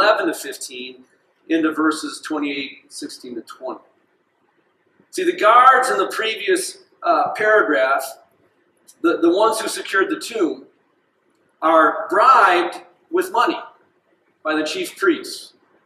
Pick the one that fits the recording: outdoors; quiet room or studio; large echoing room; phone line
large echoing room